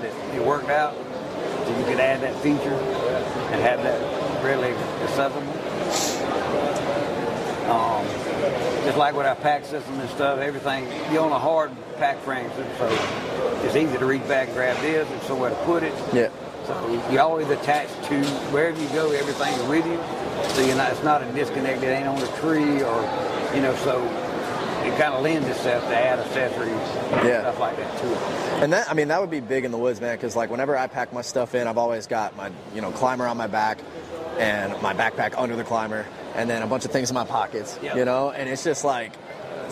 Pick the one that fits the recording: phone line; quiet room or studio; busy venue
busy venue